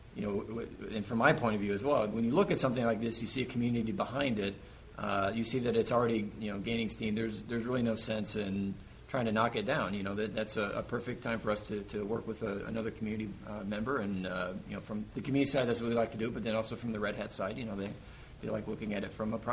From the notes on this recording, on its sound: Live from Red Hat Summit